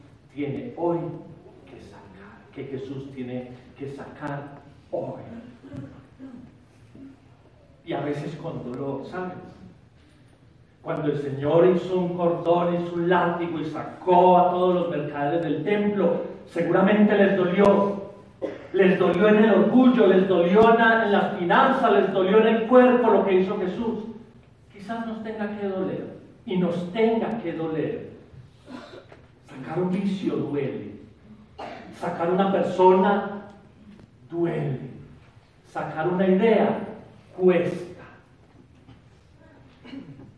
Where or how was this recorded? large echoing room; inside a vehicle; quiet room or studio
large echoing room